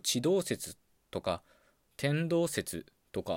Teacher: ントのパターンは高い低いっていうのが精通です。ただ単独で使われない時例えばまあ分かりやすいやつで言うと地動説とか天動説とかありますよね。でこういうふうに地動説天動説といった場合は節の部分のアクセントのパターンが変わっちゃってるんですよね。両方低い低いのパターンになってるんですよ